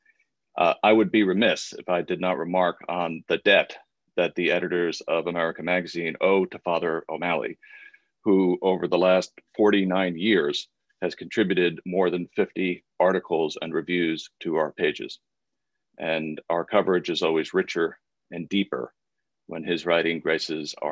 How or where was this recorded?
video call